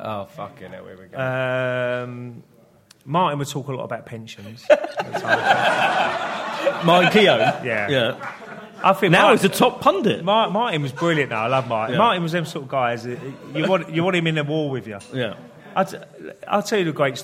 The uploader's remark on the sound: In the second part of the LIVE show